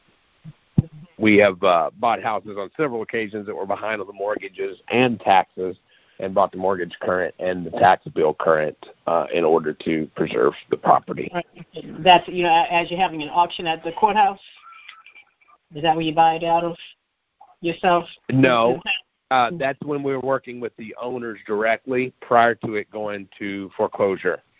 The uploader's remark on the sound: Gold Club Q&A Call.